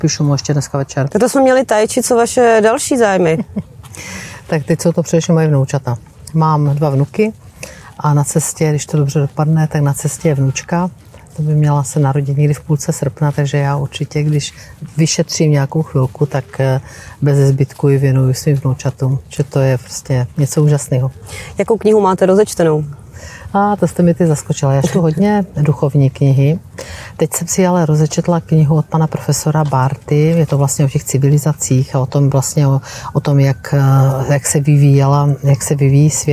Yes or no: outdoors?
yes